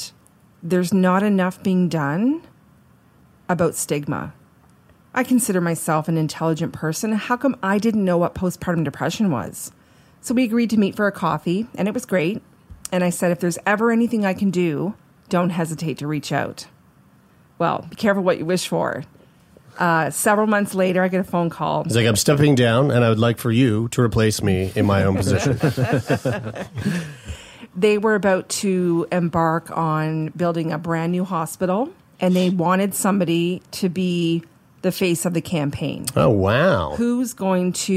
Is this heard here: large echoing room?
no